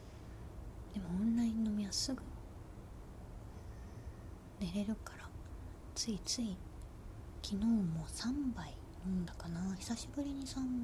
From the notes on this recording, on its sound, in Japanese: 久しぶりのベランダ配信。風が気持ち良いですね。ベランダこそこそ配信。